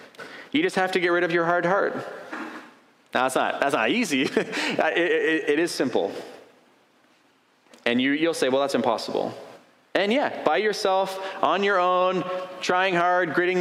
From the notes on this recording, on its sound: A sermon preached on April 30, 2023